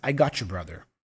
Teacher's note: when the word ends in T and the next word starts with Y, very often we have this ch sound. The new sound appears in the combination of T, Y letters.